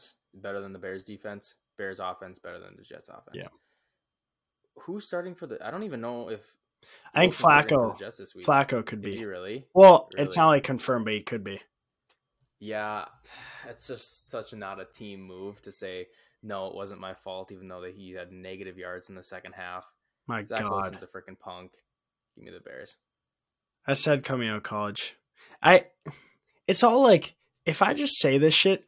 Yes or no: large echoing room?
no